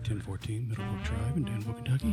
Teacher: It's a little breathy for NPR. · Term: my NPR voice